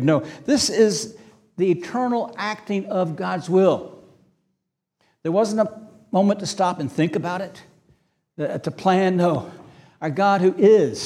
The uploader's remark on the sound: This sermon was preached on August 20, 2023 at Antioch Presbyterian Church, a mission work of Calvary Presbytery of the Presbyterian Church in America located in Woodruff, South Carolina.